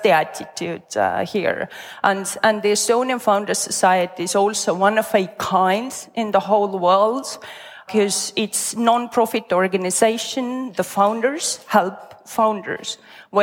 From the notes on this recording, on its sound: Recorded an extra special episode in front of an audience. We're live from Estonia!